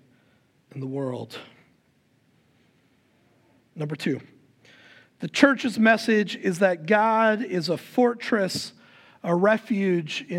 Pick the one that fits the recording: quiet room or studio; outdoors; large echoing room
large echoing room